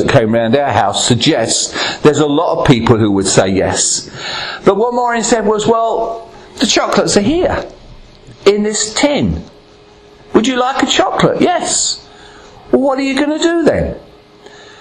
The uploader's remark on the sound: Recorded at Ashingdon Elim Pentecostal Church.